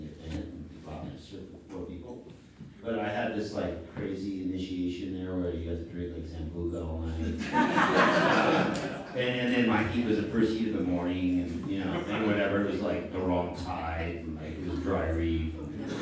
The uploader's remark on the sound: interview in front of a live audience